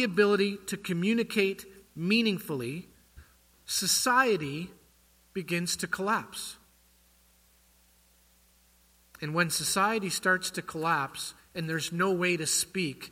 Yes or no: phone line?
no